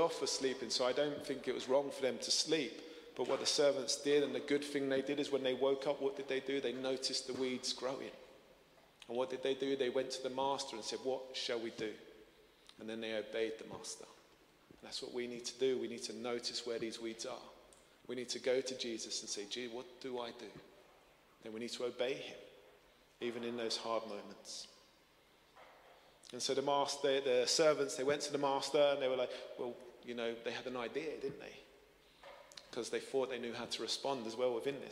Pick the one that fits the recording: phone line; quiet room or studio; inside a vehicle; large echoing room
large echoing room